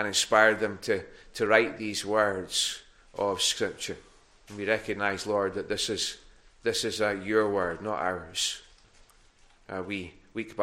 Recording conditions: large echoing room